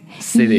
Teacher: 我们经常会把 T 发成 D。